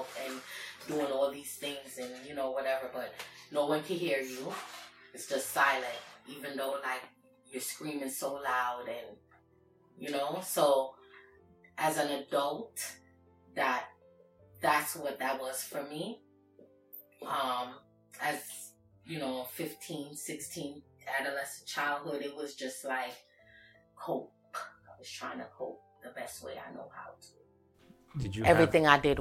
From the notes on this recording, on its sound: We sincerely apologize for the poor audio quality in our video. Due to technical issues, we were forced to use the direct camera mic, which resulted in a lower sound quality than what we aim to provide.